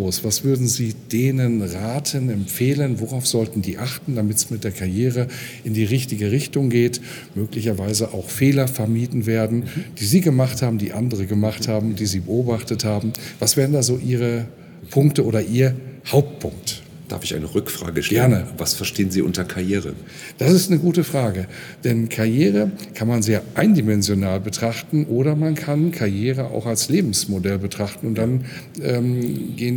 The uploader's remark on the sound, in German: Im Interview auf dem CC 2018. Congress der Controller in München. Der Performance Manager Podcast war live vor Ort und hat auf der größten Controller-Fachtagung in Europa mit den Who‘s Who im Controlling geredet.